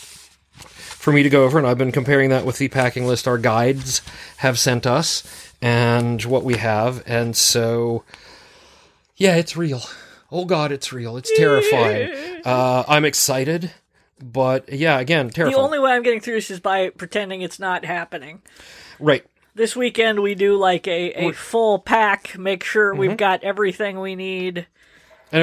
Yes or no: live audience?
no